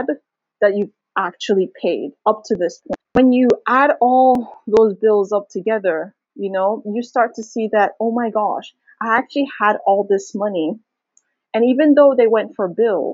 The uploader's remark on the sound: Pardon the quality of the audio. I wanted to try out Substack's audio feature.